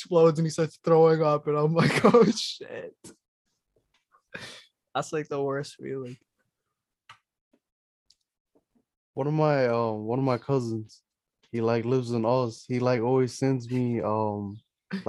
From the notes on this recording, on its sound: despite some connection problems